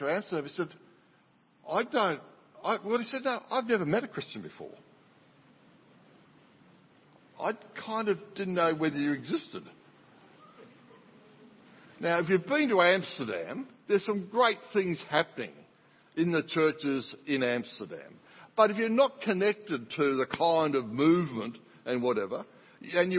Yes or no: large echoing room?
yes